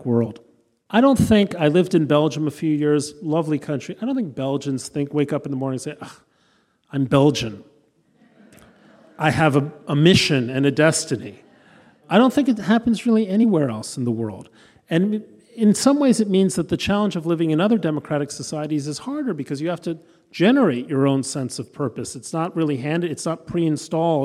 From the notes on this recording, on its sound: a recording of the live conversation